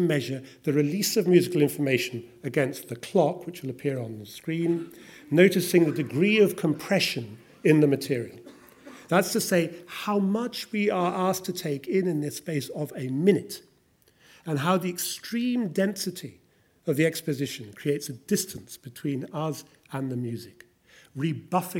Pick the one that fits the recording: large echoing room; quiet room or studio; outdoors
large echoing room